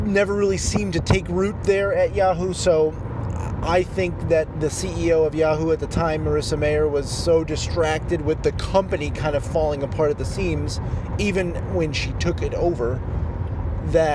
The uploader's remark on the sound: while driving (sorry for the audio quality) I recorded a quick audio bit